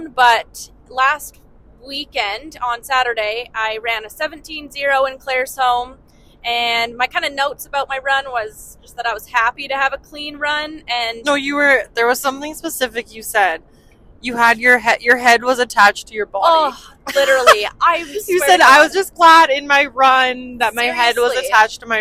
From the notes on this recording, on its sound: On a late night drive home from Claresholm, Alberta. In the truck they discuss.